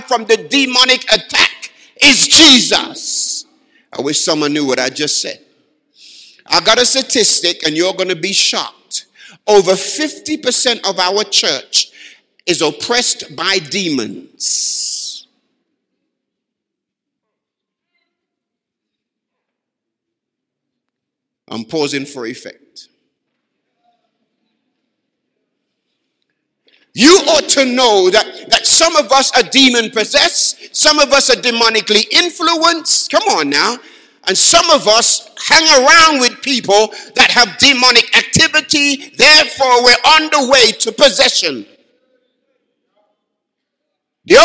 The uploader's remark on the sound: Live from Baraton University Church 2018.